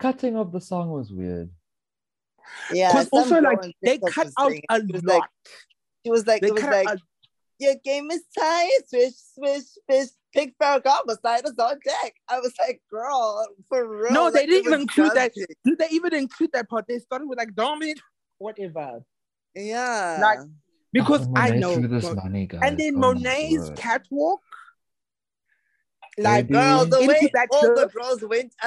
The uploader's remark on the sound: Join the zoom call one last time.